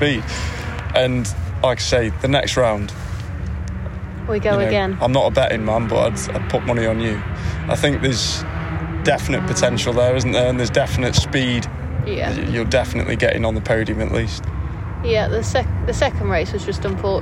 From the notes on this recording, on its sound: We are live from the British SuperKarts at Outlon Park.